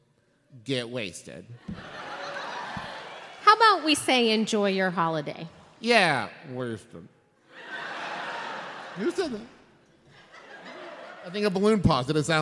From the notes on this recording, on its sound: LIVE episode recorded at Candlenights 2017